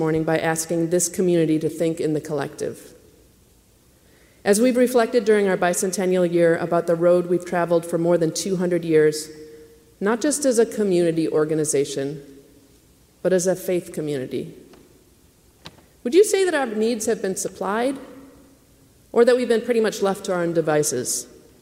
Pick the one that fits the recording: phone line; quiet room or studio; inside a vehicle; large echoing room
large echoing room